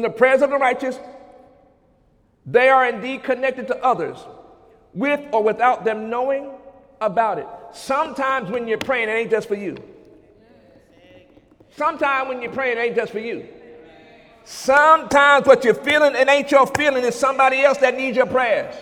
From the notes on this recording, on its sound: During Sunday morning service on May 21, 2017